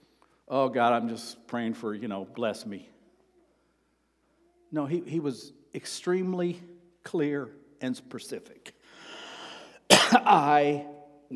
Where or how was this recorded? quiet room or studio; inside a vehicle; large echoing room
large echoing room